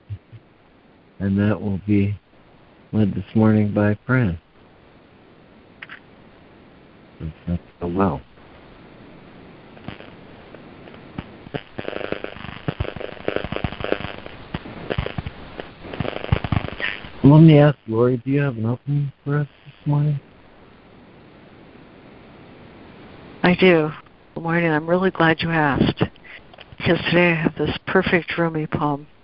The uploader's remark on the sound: ACIM Daily Conference Call.